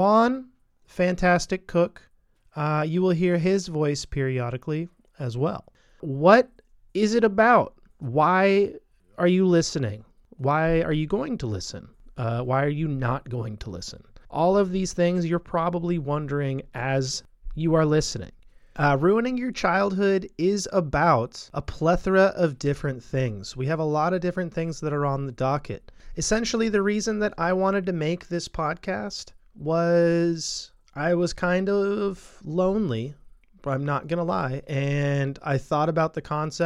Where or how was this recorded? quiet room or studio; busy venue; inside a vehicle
quiet room or studio